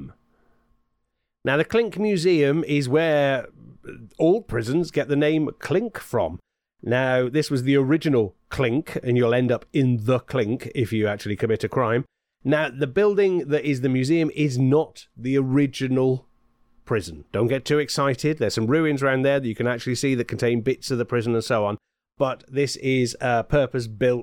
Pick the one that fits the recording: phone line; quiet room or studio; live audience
quiet room or studio